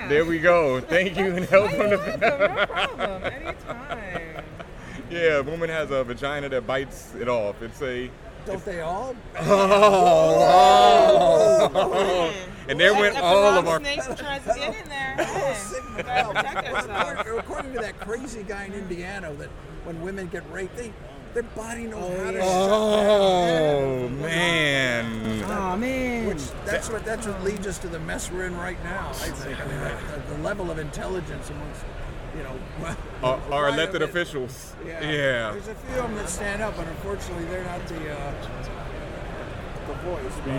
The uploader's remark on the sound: live at New York Comic Con 2013